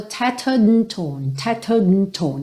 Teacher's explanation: Esse A do and, ele nem chegou a ser mesmo vocalizado, ficou mesmo tattered and torn, ok?